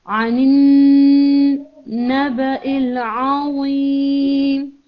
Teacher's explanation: اس میں لیکن نون کی آواز بہت زیادہ نہیں آنی چاہیے غنہ ہونا چاہیے ناک کے اندر آواز جانی چاہیے